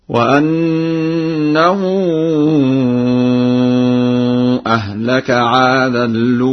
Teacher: بنقل حركة همزة الأولى إلى اللام وحذفها وإضغام التنوين في اللام هكذا: وأنه أهلك عادا الأولى.